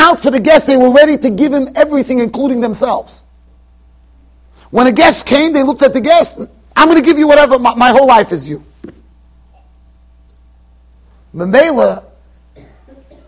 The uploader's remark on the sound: Shiur recorded in Yeshivas Ohr Reuven, Monsey NY.